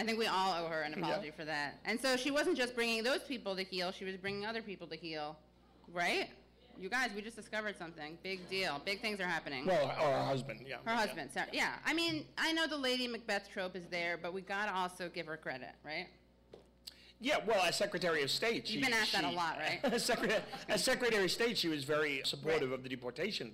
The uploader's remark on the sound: During this live show.